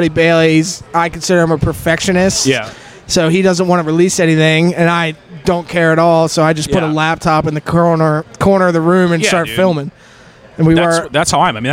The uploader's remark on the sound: Recorded following the comedy open mic at Fells Point Tavern September 6th, 2022.